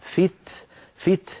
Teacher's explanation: لابد بعد التاء من جريان النفس الذي هو الهمس